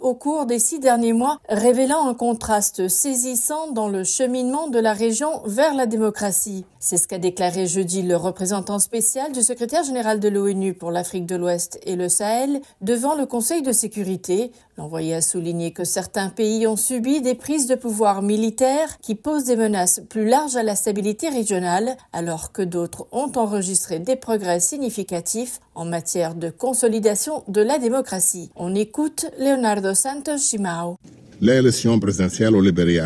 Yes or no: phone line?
no